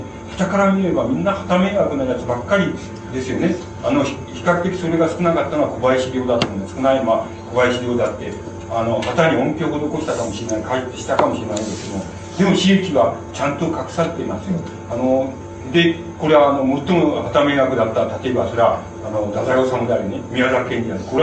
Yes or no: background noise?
yes